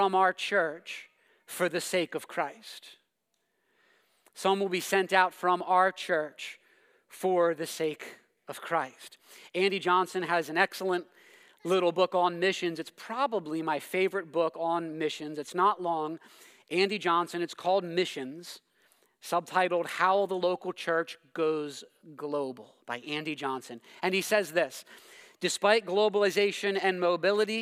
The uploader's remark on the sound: preached this sermon at Covenant Fellowship Church